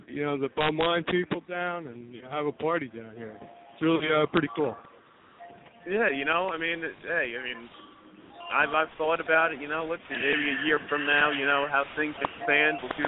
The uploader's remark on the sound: Calling in LIVE from the beautiful and luxurious Atlantic City, New Jersey! The phone lines will be open.